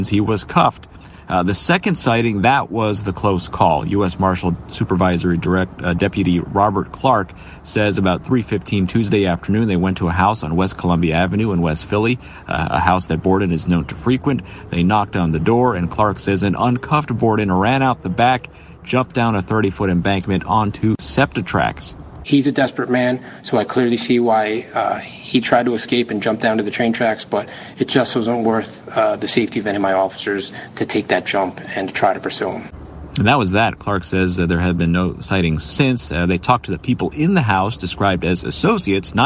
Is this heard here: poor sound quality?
no